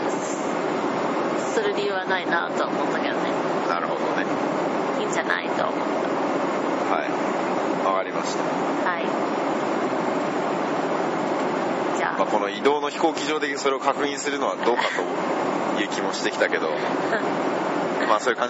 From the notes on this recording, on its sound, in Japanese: 渡航の飛行機で割りと疲れてる状態で。今回は飛行機の中なので、音声がちょっとうるさいです。